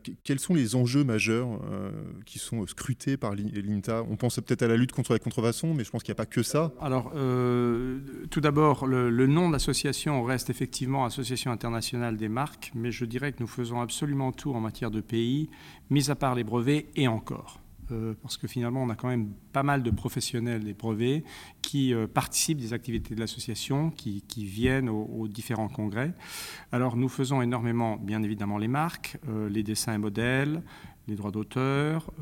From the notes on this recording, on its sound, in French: À l’occasion du Congrès annuel de l’INTA à Washington